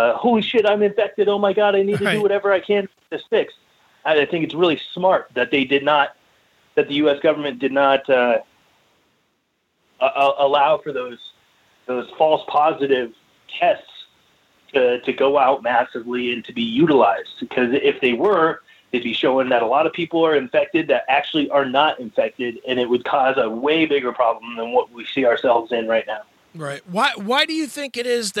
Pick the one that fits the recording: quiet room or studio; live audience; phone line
phone line